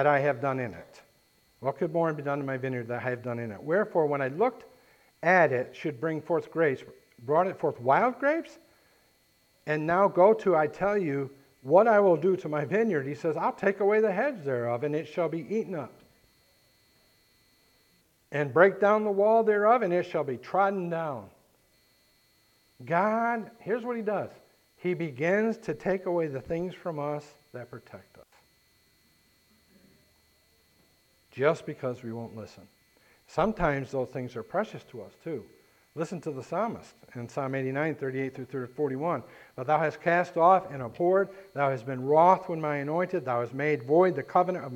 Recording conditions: large echoing room